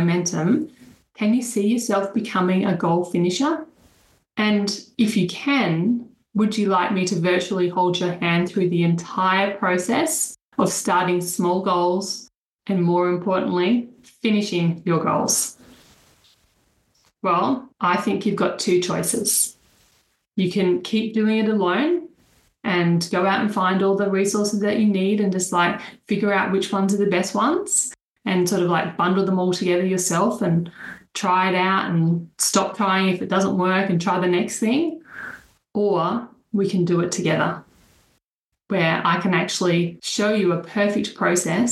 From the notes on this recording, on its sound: An inside listen to the latest Webinar. This recording is the audio extractred from the webinar.